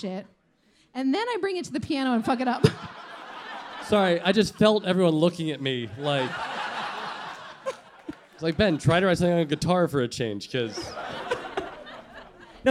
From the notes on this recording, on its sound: Live show taping at Bowery Ballroom, New York City